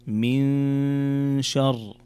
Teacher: هنا نون ساكنة جاء بعدها حرف الشين، والشين من حروف الإخفاء